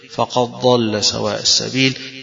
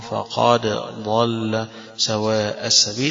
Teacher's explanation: بالإدغام الدال في الضاد · Shown in: first take · وقراءة باقي القراء بعدم الإدغام فقد ضل سواء السبيل.